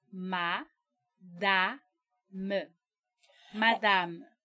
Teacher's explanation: Esse A não é nasalado.